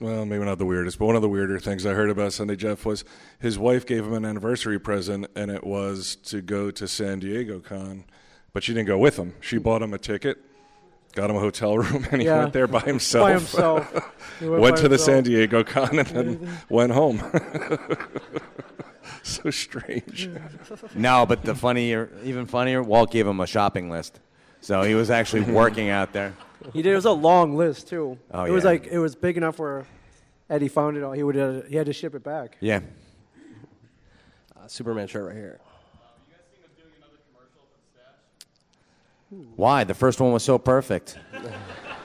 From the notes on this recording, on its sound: The Comic Book Men Megacon 2014 Panel.